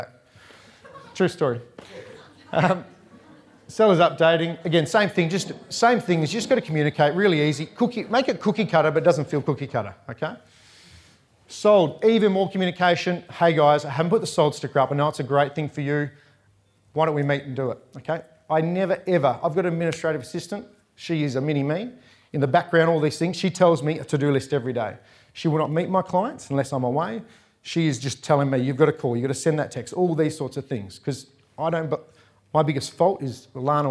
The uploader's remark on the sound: recorded live at REBar Camp 2019